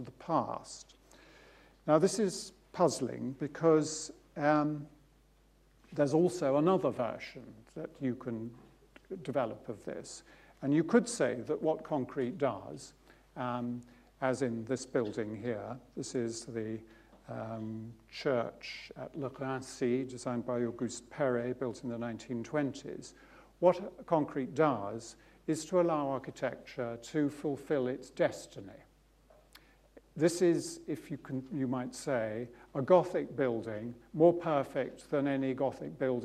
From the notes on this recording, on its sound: UCL Lunch Hour Lecture